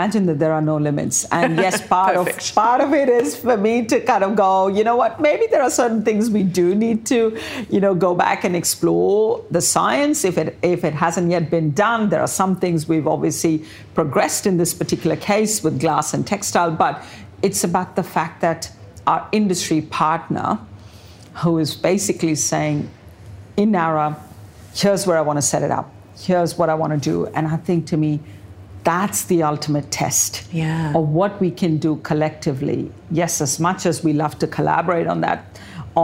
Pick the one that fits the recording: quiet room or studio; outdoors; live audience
live audience